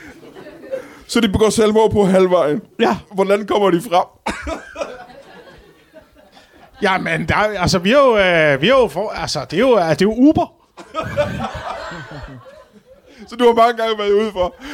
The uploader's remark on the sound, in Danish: Optaget live på Citizen i hjertet af København foran et spillevende publikum.